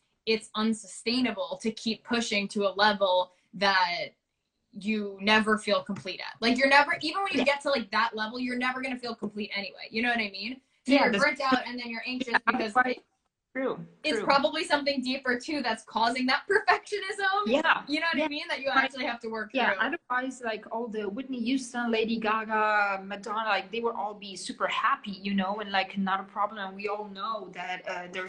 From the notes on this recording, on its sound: on Instagram live